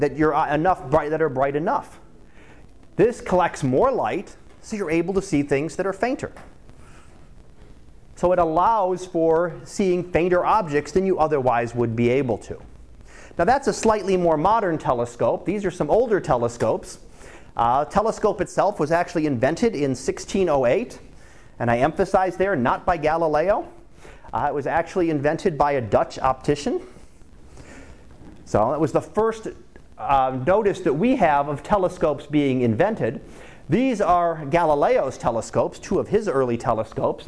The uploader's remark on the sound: Live Class Lecture